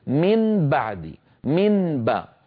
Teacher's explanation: من بعدي، من باء، فالإنسان بفطرته، وأقول الإنسان ولا أقول العربي، تجد بأنه يقلب النون إلى حرف من مخرج الباء. يعني عندي نون من طرف اللسان وفيها غنة، وعندي باء من الشفتين مجهورة ليس فيها غنة. الانتقال من حرف من طرف اللسان مغنون إلى باء مجهورة من الشفتين ثقيل، فالإنسان بفطرته يبحث عن حرف من مخرج الباء ويشبه النون. · الإنسان سبحان الله بفطرته ولو كان غير عربي ولو في غير القرآن يقلب هذه النون ميما، لأن الانتقال من حرف لساني فيه غنة إلى باء مجهورة من الشفتين ثقيل